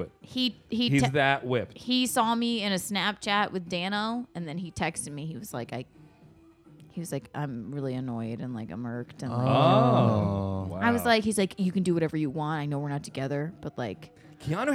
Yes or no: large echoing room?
no